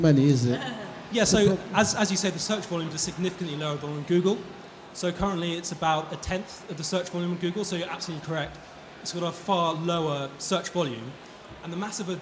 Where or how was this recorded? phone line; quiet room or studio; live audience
live audience